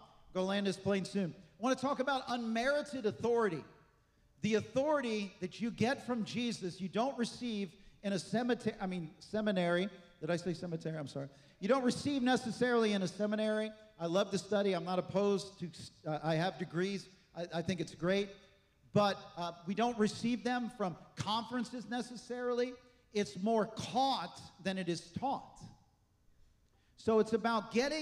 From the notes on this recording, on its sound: This message was recorded on Sunday, February 25th, 2024 at Gateway Church in Richmond, Indiana.